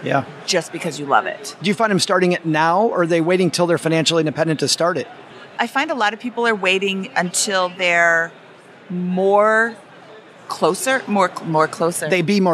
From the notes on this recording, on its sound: (live from Podcast Movement). Today we head to sunny Orlando, the home of Podcast Movement (the nation's biggest podcasting conference), and catch up with some top financial podcasters at the FinCon booth in the expo hall (they were nice enough to set up a podcasting booth for shows to use!).